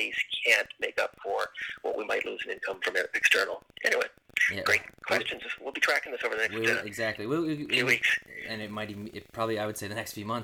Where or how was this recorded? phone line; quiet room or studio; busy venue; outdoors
phone line